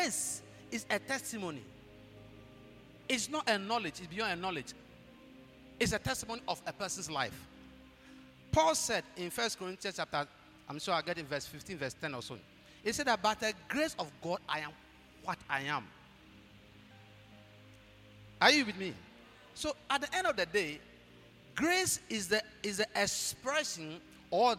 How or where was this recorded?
large echoing room